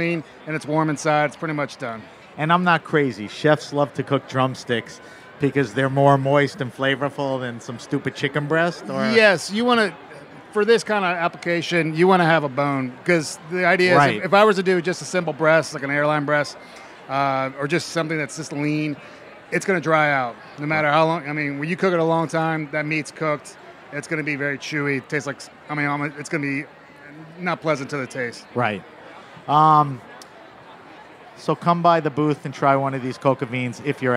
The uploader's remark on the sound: At Charleston Wine + Food. Over the campfire. HRN On Tour.